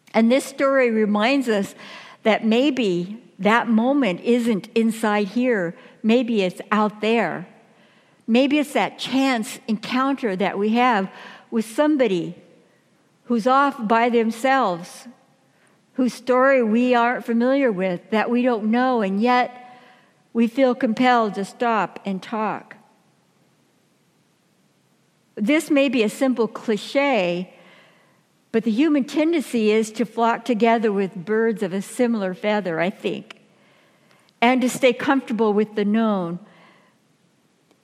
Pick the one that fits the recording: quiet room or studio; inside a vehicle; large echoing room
large echoing room